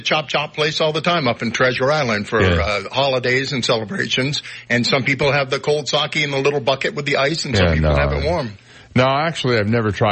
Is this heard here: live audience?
no